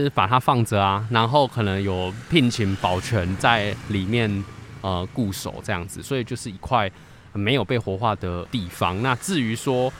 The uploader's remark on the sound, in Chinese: 本集分兩個片段，包含室內錄音與室外走訪，故音質有所差異，敬請見諒。